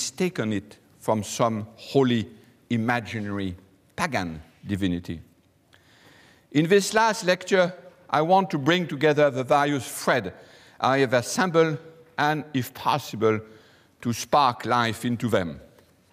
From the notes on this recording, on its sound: Delivers the Gifford Lecture series. Recorded on Thursday 28 February 2013 at St Cecilia's Hall, the University of Edinburgh.